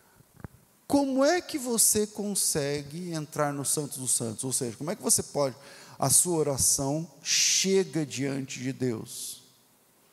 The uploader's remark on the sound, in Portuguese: Culto Ao Vivo